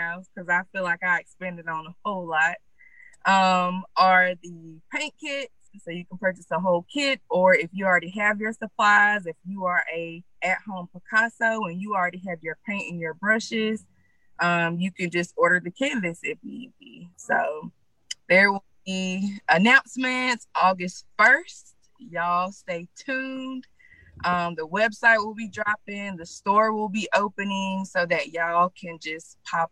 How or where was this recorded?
video call